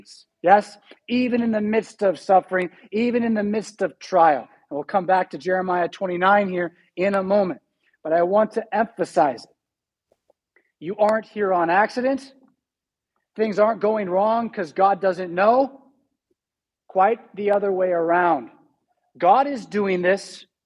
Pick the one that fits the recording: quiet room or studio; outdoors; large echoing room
large echoing room